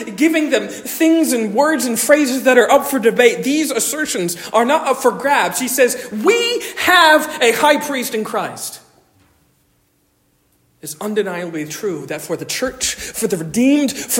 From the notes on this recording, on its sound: Originally delivered 14 May 2023 at Stonington Baptist Church, Paxinos, PA. Originally delivered 14 May 2023 at Stonington Baptist Church, Paxinos, PA.